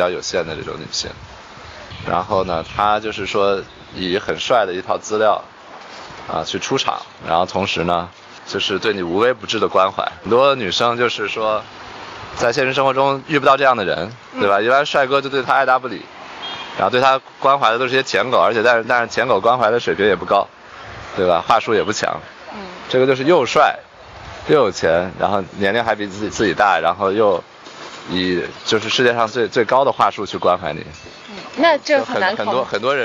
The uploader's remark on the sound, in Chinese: 后面每个话题都是纯临场，连大纲都没有。因为边开车边录的，有点吵……已经尽量降噪啦，下次有室内录制！